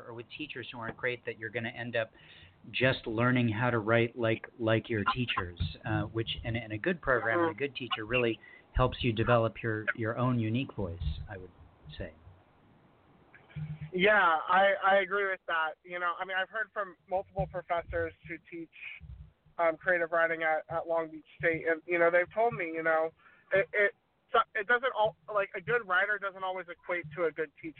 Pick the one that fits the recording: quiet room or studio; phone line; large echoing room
phone line